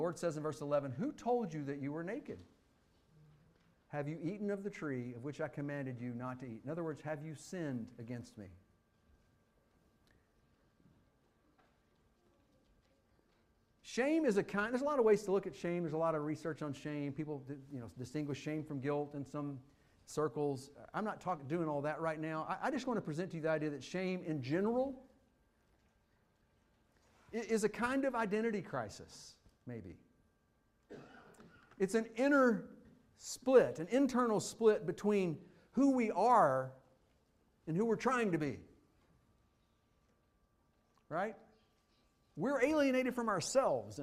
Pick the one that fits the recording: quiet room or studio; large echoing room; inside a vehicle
large echoing room